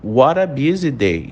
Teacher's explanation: o what, ele meio que entra um R com a próxima vogal, o A